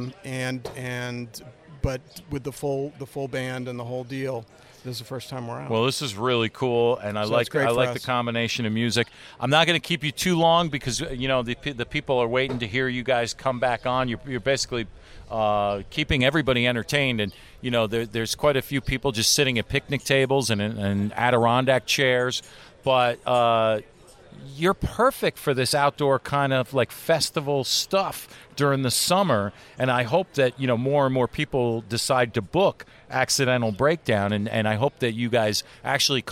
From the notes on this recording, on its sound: SummerFEST: Bands&Beer at Redding Beer Co. We are on location for SummerFEST: Bands and Beer! Redding Beer Co in Redding, Connecticut.